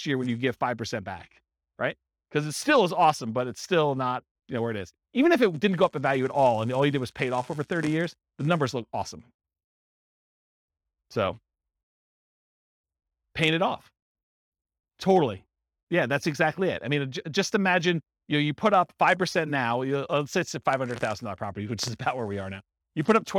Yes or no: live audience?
yes